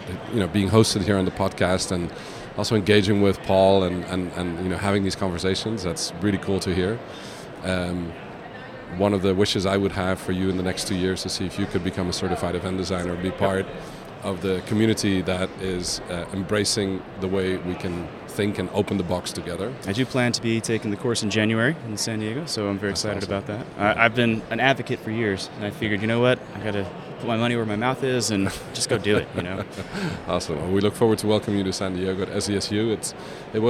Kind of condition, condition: setting, busy venue